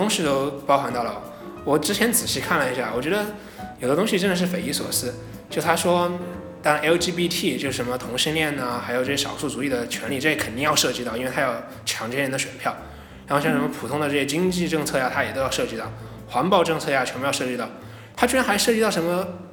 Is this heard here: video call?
no